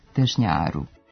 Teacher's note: U promjeni, kratkouzlazni akcenat sa prvog sloga prelazi u dugouzlazni na drugom, a dužina ostaje na kraju